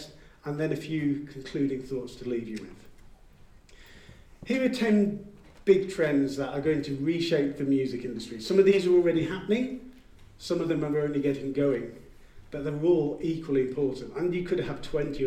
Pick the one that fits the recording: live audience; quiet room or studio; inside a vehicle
live audience